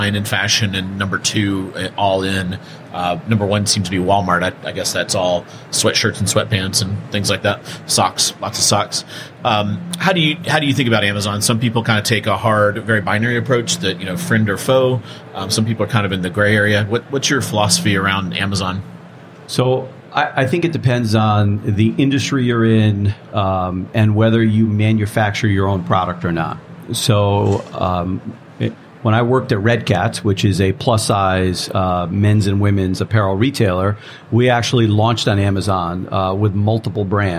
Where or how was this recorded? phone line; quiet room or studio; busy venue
busy venue